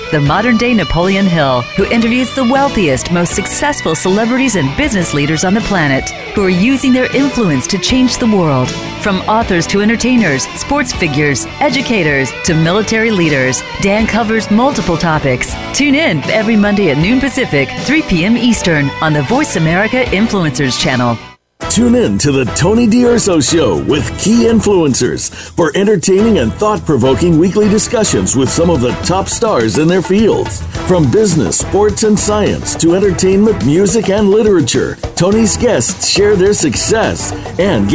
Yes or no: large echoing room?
no